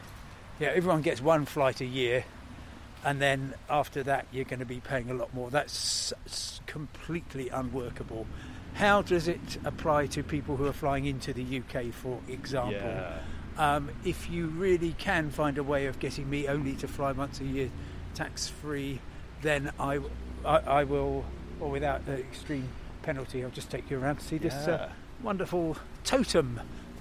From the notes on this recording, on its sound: Talk in the park outside the Imperial War Museum in London. We saw a Tibetan Peace Garden and a Soviet War Memorial and a section of Berlin Wall!